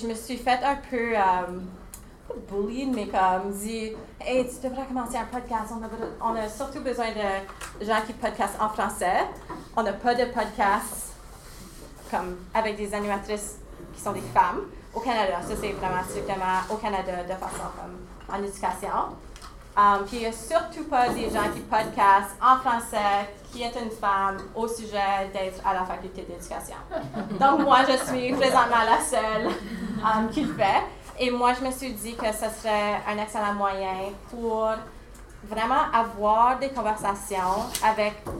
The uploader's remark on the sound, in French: J'ai donné l'atelier "L'art du podcast" à une vingtaine de pédagogues à Saint-Jérôme, QC. Je me suis enregistré en direct de la salle, afin de partager l'atelier.